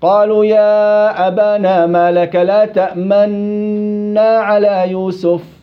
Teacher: والإشمام هيئة ترى ولا تسمع، فهو عبارة عن النطق بالنون المفتوحة مشددة بمقدار حركتين مع ضم الشفتين إلى الأمام من غير إسماع صوت · Term: الإضغام مع الإشمام